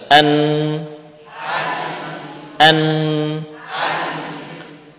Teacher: Membaca huruf sukun namun bibir mengisyaratkan harakat dhammah. · Term: ismam